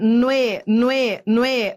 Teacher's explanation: é um ditongo crescente. Eu fui do fraco pro forte.